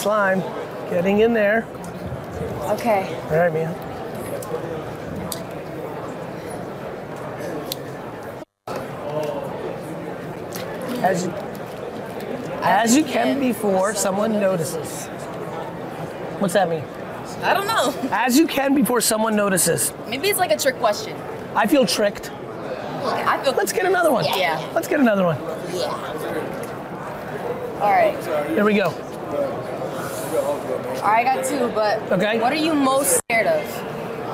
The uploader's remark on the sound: At Super Bowl LVII Radio Row. We dunked our hands into a bowl of green slime.